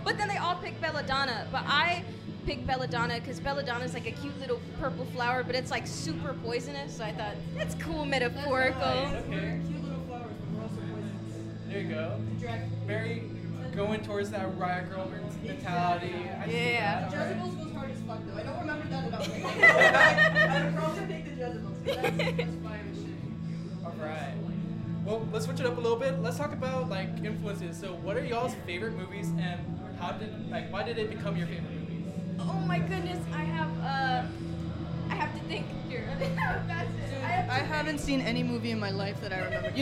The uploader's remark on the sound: LIVE AND DIRECT FROM THE GALVAN BALLROOM